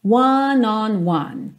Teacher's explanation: começa fechadinho, depois aberto, depois fechadinho de novo.